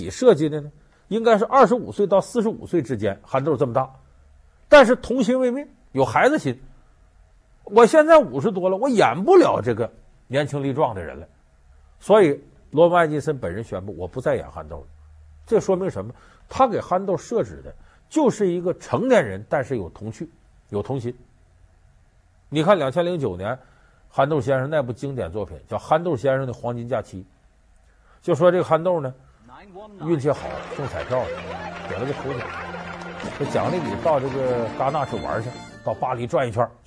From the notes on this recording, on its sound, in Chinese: 還有聽故事的觀眾。